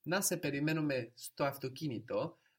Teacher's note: So we must make a question intonation.